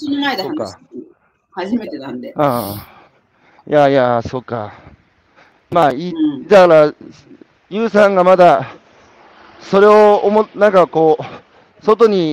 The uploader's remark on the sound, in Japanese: 歩きながら1時間、対談する